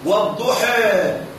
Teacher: اتجه بها نحو الياء، واتجه بالفتحة التي قبلها نحو كسرة، فقال أو قرأ والضحى حي ليس حاء، لا حي، جعل الكسر جعل الفتحة تتجه نحو الكسر والضحى. · Term: الإمالة